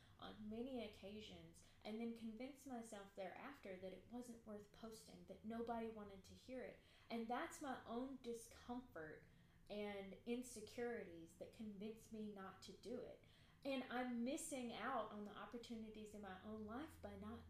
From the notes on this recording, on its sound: It’s essentially unedited, the sound is too low.